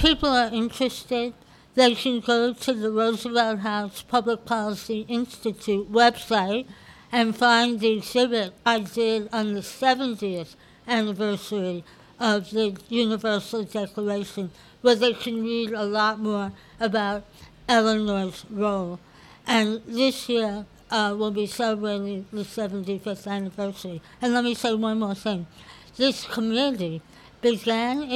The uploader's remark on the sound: This podcast was recorded on the porch of Gebhard's Beer Culture Bar.